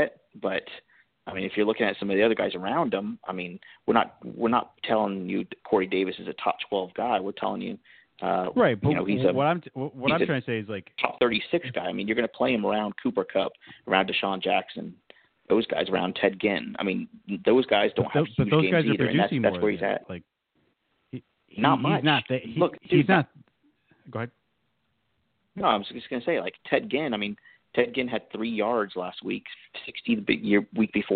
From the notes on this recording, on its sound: go live to take calls